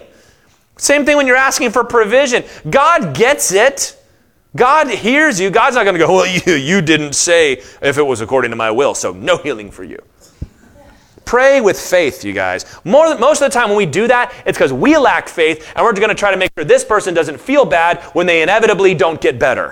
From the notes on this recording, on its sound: Session 4 of the 2023 IronWorks Afterglow Conference!